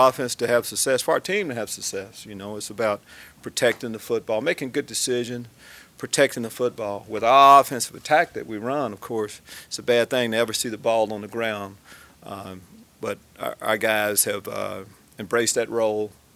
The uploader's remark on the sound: Media day press conference.